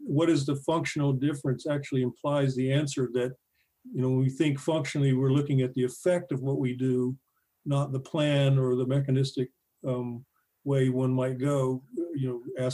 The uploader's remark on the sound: This episode features the audio from one of our recent webinar presentations.